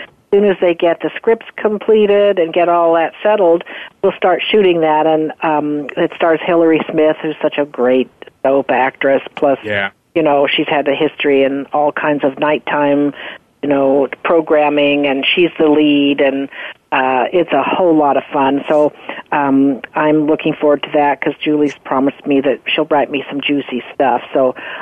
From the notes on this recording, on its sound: Vamps it up during an appearance on Soap Central Live. Then, we'll open the phone lines for fans to call in and discuss all the latest soap opera happenings. On the Voice America Talk Radio Network.